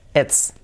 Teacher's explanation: esa I, pues fijaos que la vamos a hacer como una E